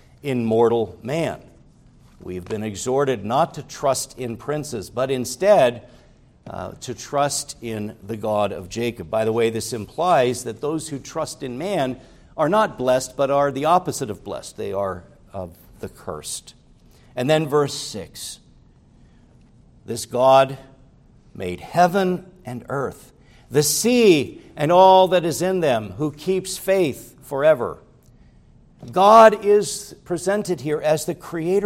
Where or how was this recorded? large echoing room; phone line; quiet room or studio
large echoing room